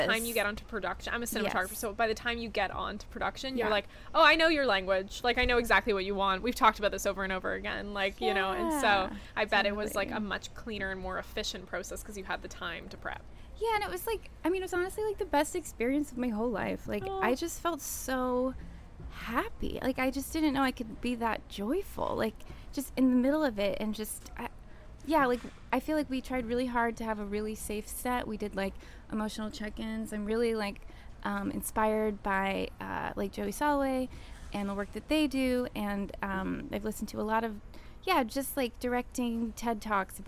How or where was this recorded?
busy venue